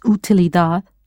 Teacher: all are stressed on the last syllable